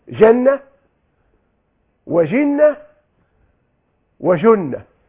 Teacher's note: حرف الجيم الأول هو الذي تغيرت حركته من الفتحة جنة إلى الكسرة جنة إلى الضمة جنة. الحروف الصوامت الجيم والنون والتاء المربوطة كما هي لم تتغير، الذي تغير الحركة.